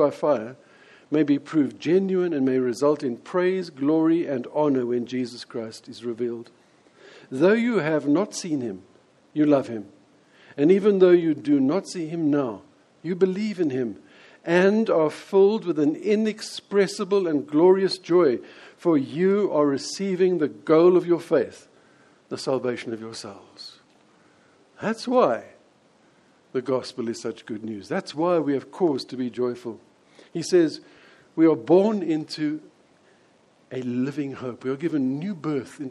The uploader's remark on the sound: preached at Lonehill Village Church on Christmas day.